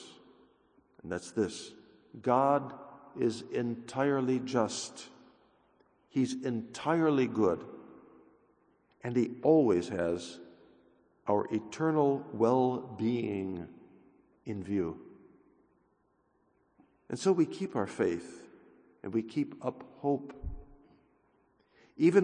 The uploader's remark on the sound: 6:30 a.m. OF Mass